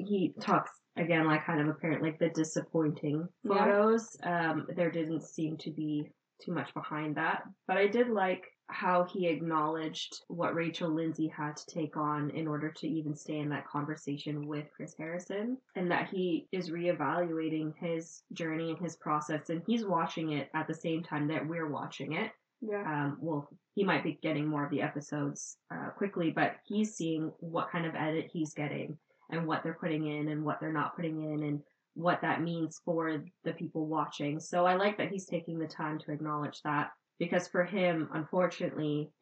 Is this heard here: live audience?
no